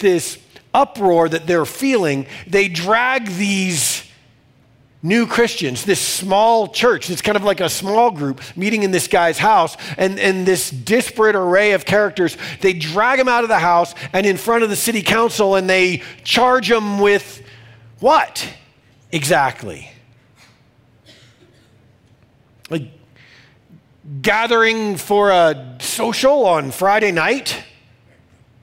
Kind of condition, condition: setting, large echoing room